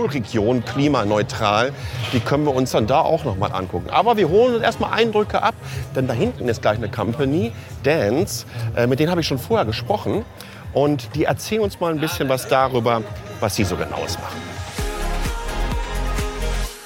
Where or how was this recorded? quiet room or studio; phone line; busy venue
busy venue